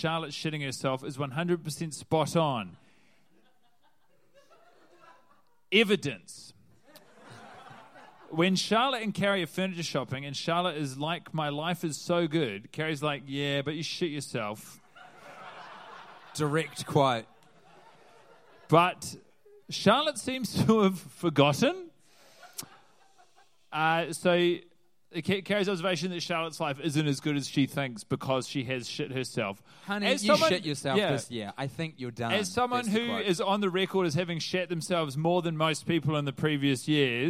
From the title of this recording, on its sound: Live in NYC